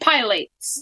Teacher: Put the accent on the second syllable.